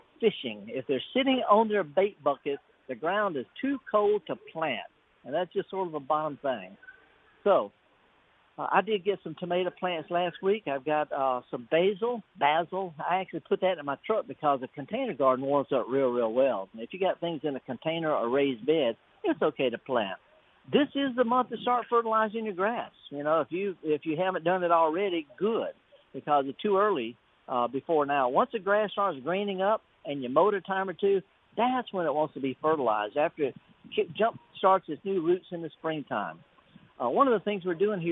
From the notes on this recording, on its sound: Returns to the Mississippi Arts and Entertainment Experience in Meridian for a live broadcast from the courtyard. Always happy to step outside the studio and be among the people. With another great event at The Max.